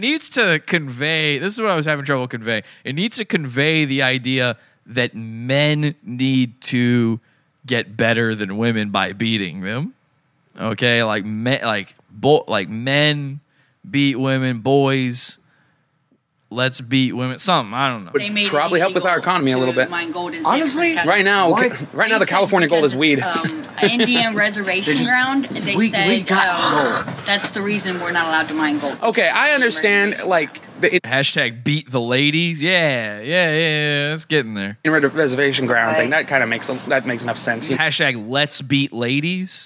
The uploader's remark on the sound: Livestreams while walking around downtown Santa Cruz. Theres a few minutes of missing audio as a result, just skip ahead.